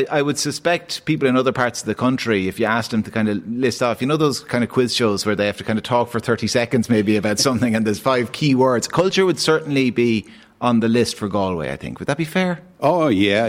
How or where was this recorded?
busy venue